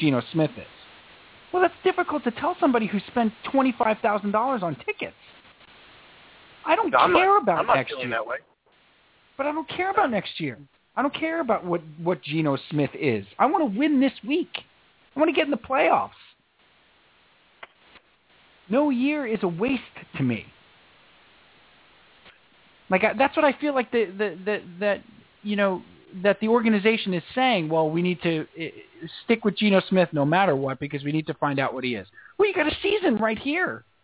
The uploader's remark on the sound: called